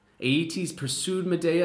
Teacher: You get the Y sound dropped in words like pursued, becoming pursued.